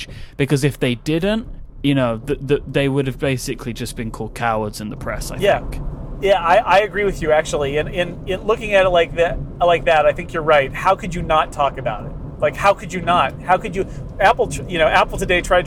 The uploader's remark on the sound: Live From Interstate 280. Fresh from Apple’s March 21 event in Cupertino and keeps him company on his long drive home up Interstate 280.